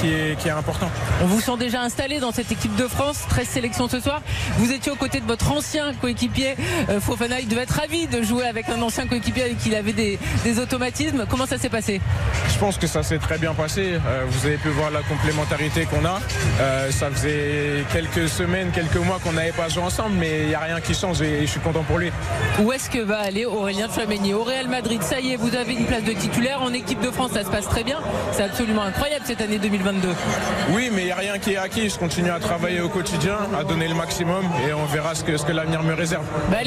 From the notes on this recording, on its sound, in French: En direct du Stade de France.